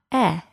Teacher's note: To produce the short E, the front of the tongue is lowered a bit more than the short I. It sounds like eh.